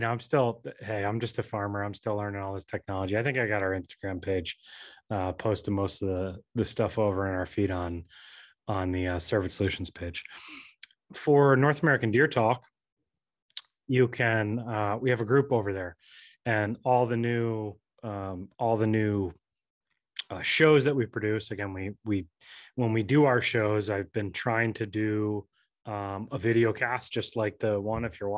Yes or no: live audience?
no